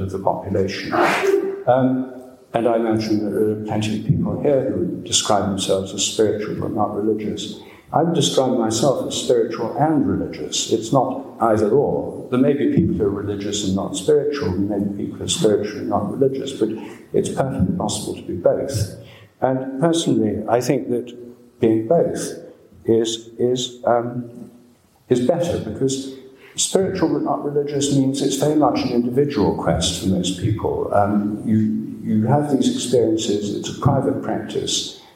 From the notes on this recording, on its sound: Dartington Great Hall, Devon, January 28, 2015.